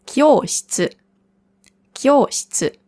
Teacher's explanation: Das I hört man nicht oder fast nicht.